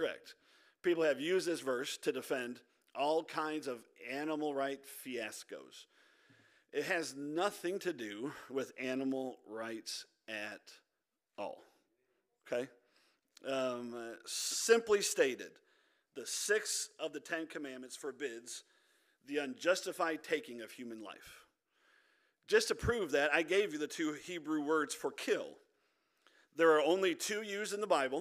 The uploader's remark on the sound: This audio is from our Wednesday Night Service